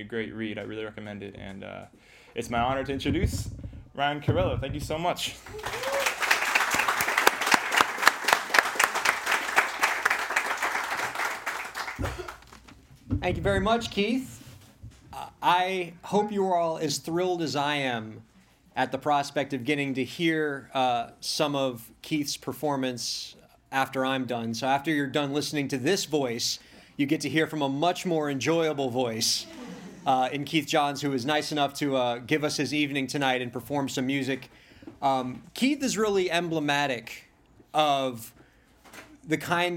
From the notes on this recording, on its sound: Event Speech at Books & Books. The event took place at Books & Books in Coral Gables, Florida.